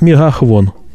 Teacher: В этих говорах на месте «ф» произносится «хв» · Term: «хв» вместо «ф»